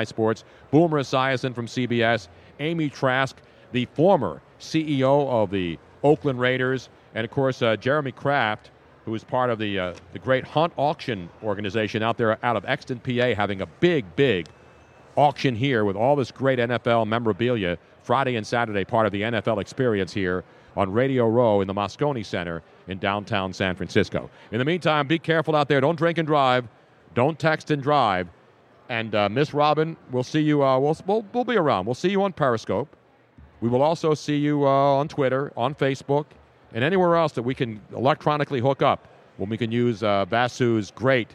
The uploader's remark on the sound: LIVE from #SB50 Radio Row. Fun and crazy day on radio row as the media hordes grow each day closer to the big game.